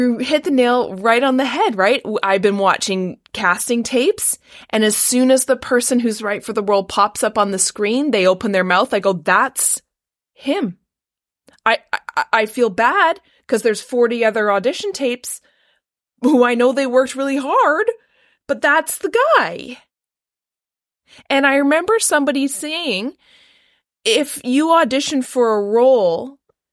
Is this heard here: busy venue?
no